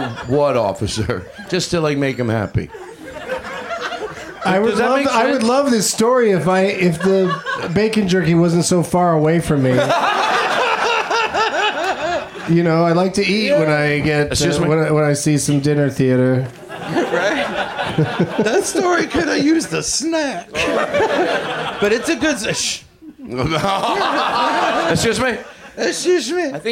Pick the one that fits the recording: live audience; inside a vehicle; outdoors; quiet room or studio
live audience